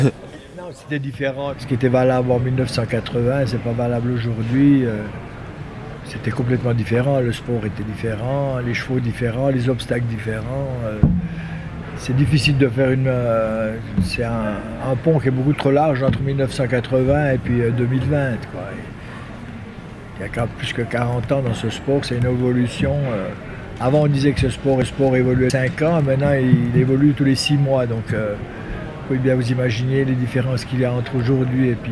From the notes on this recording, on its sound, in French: En immersion au Concours Hippique International de Genève. Table ronde sur l'évolution du sport.